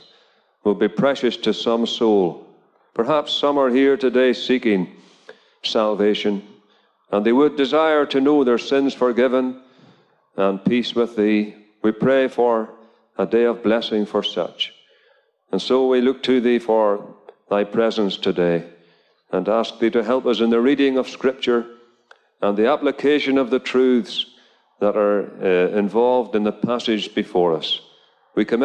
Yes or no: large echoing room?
yes